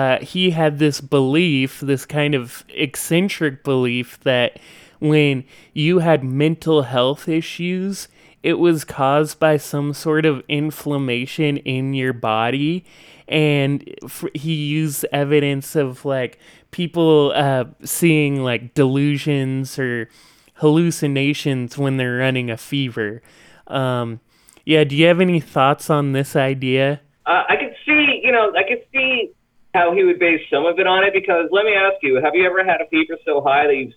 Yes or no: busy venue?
no